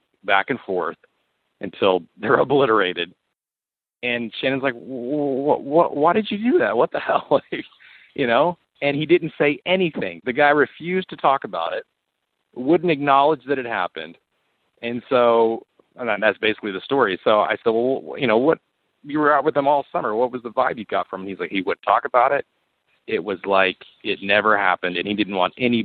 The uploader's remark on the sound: Call In Show